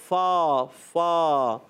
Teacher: اوپر کے دانتوں کے کنارے اور نچلے ہونٹ کے تر حصے سے. اوپر کے دانتوں کے کنارے جب نیچے والے ہونٹ کے تر حصے سے لگتے ہیں تو ادا ہوتا ہے